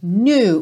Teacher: o K é mudo e tem um biquinho que é quase francês